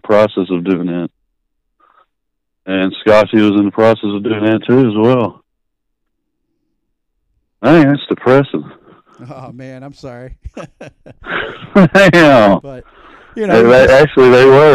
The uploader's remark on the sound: Over the phone from Texas.